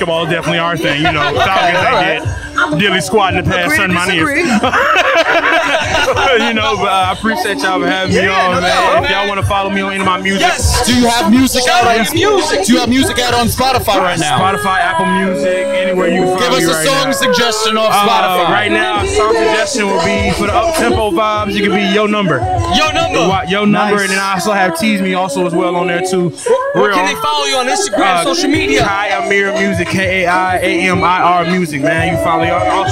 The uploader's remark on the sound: LIVE from Rucker Park